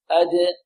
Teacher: القلقلة لا تميل لا إلى كسر ولا إلى فتح ولا إلى ضم، بل هي اضطراب في المخرج